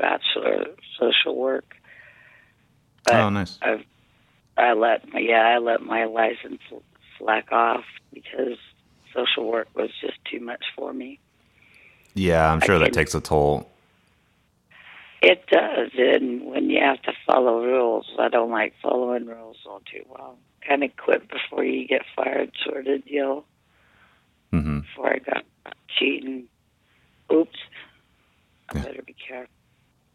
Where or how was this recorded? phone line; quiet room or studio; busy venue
phone line